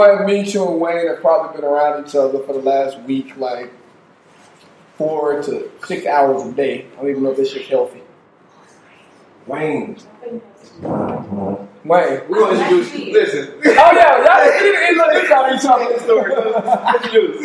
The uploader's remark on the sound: This Episode is the first of a 4 part episode that we recorded at Family Brunch.